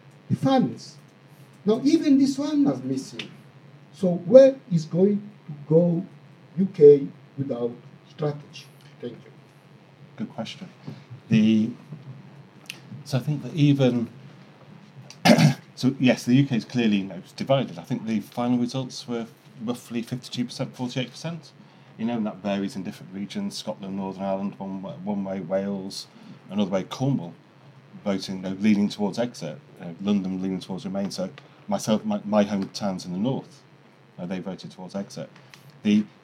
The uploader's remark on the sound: This Friday lunchtime lecture features an impromptu discussion.